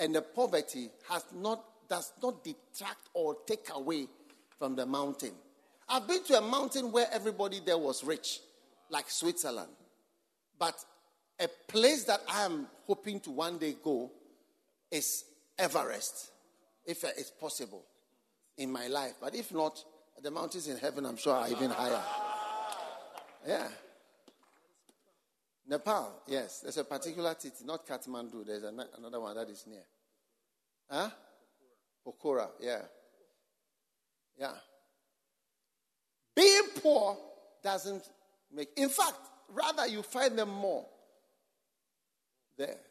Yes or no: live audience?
yes